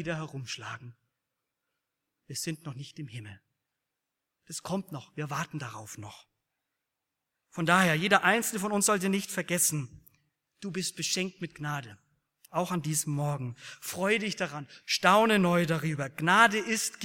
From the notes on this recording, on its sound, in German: aus dem Gottesdienst der Liebenzeller Mission